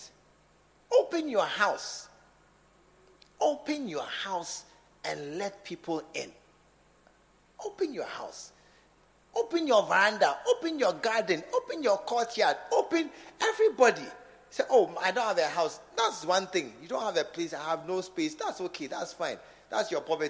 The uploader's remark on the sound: Preached at the SAT Service at True Vine Cathedral, Bantama.